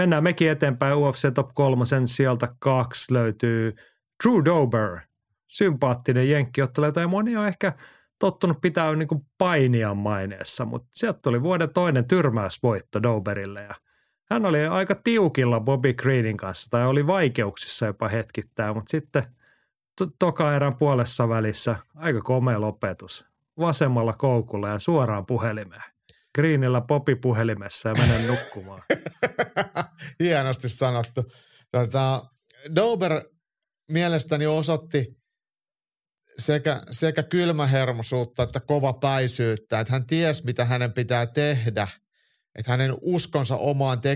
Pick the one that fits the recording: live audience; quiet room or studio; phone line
quiet room or studio